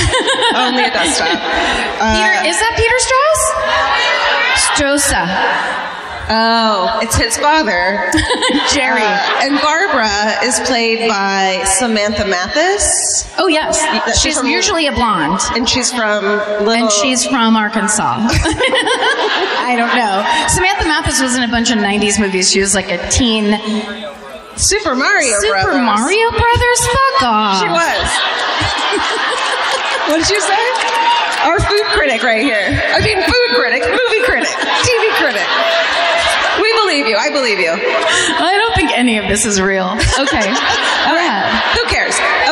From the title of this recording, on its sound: Live at the Fox Theatre in Atlanta